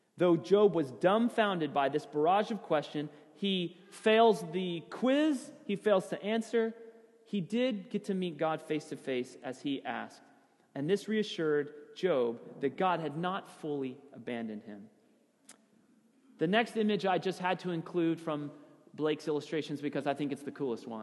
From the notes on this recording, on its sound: Sermon audio from FIBC Copenhagen, Sunday, January 3, 2016.